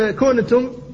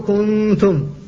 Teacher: كنتم، فأنت لم تنطق بالنون، لم تحققها في المخرج، فإذا قلت كنتم فقد لحنت، فتبقى منها الغنة فتقول كنتم، فالنون في الواقع ما خرجت من مخرجها، وإنما خرجت الغنة فقط · Shown in: second take · Term: النون المخفاة